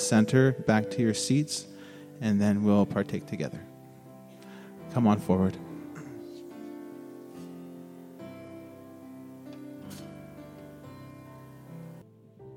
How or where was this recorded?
large echoing room